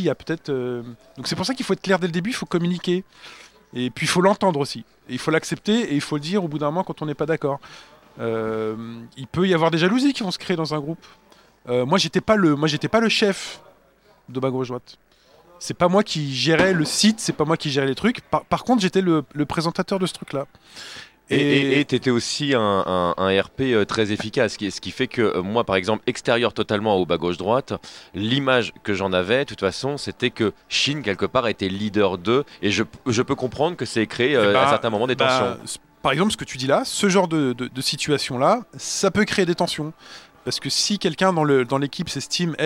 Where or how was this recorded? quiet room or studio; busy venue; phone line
busy venue